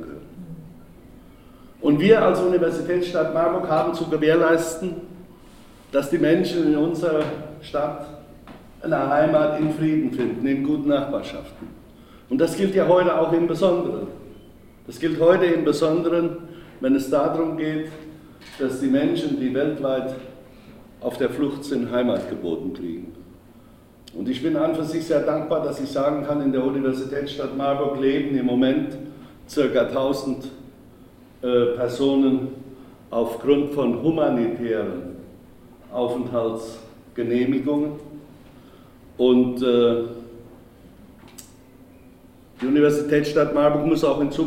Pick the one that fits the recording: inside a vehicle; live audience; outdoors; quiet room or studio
live audience